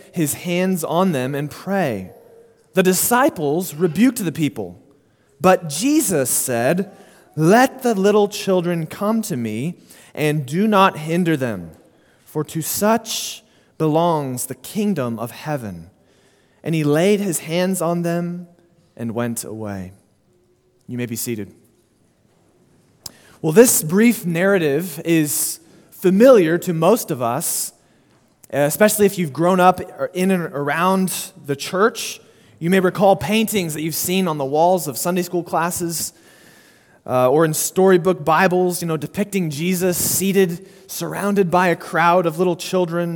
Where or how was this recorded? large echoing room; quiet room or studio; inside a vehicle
large echoing room